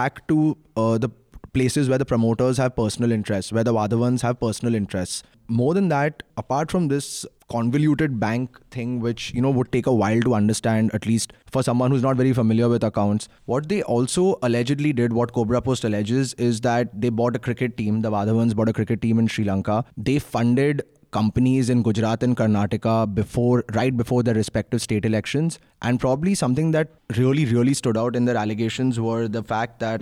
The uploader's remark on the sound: joins the discussion over the phone